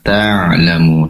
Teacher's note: Pastikan ainya fokus pada tenggorokan bagian tengah